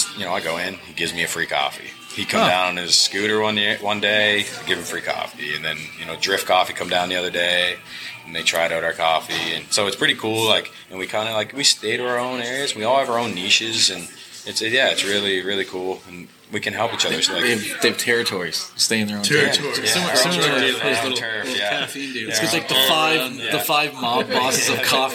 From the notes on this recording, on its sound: Recorded at Serpent Brewing.